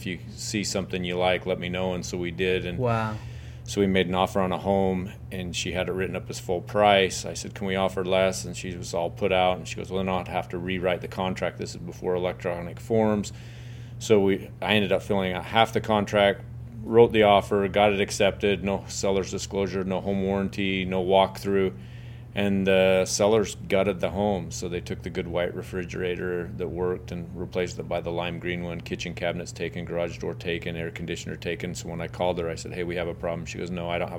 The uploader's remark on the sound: on-site at the MR conference